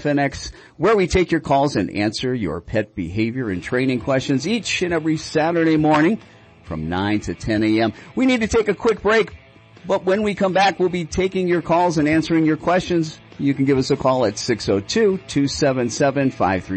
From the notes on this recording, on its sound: Listener Q & A from live callers and FaceBook Live.